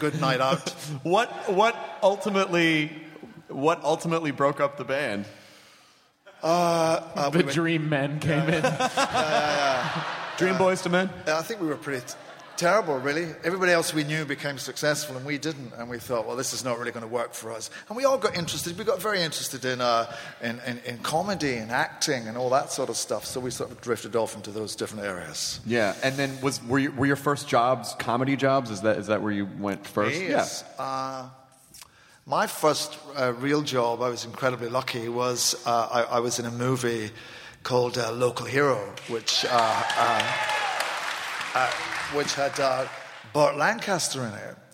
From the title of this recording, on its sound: Live from SDCC